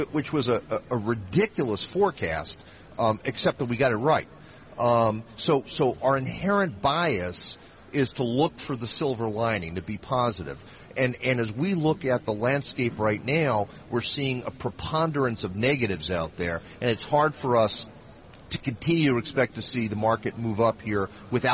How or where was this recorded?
busy venue